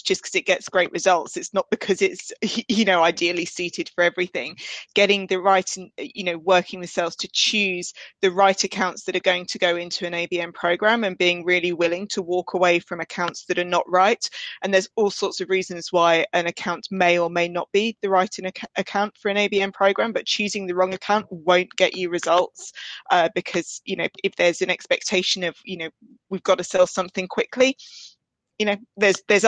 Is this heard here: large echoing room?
no